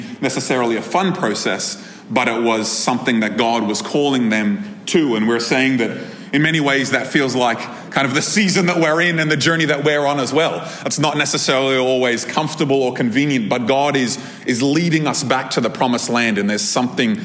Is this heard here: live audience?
yes